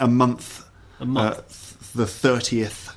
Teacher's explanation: They don't do the th sound. It comes out as a f sound.